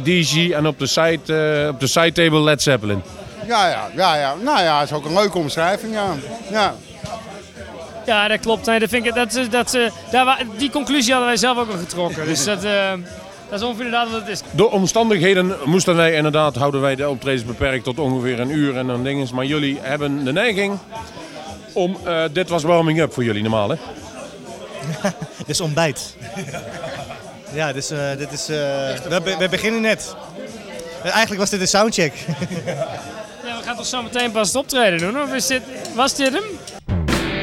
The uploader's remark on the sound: live in Bluesmoose café